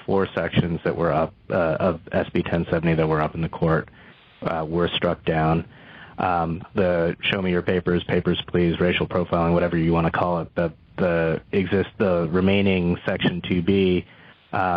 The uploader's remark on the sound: Full Conference Call